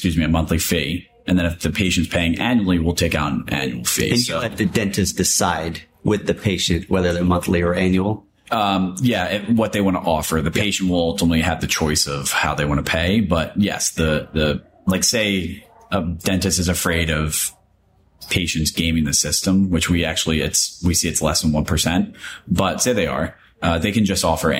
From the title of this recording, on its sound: Live at MDIBS CEO Roundtable 2023